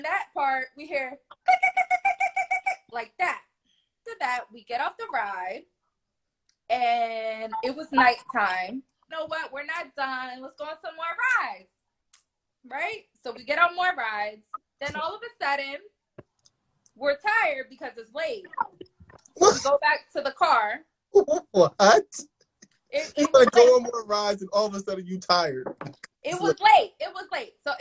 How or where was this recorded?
video call